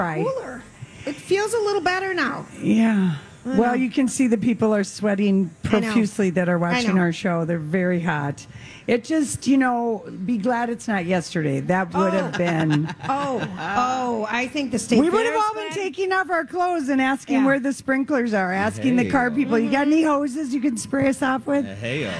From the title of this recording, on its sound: Day 1 at the MN State Fair